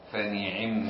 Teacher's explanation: فنعم بفتح النون وكسر العين